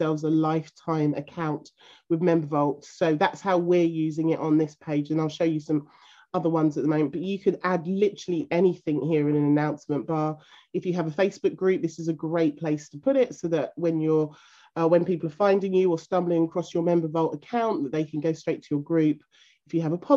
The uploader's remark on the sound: This podcast is taken from a live zoom recorded call and there is engagement with our members throughout this call.